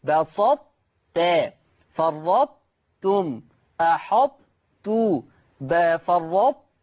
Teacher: ولكن لماذا أضغمت إضغاما ناقصا؟ نظرا لأن الطاء أقوى من التاء، فأضغمت الطاء في التاء مع بقاء جميع صفات حرف الطاء إلا صفة القلقلة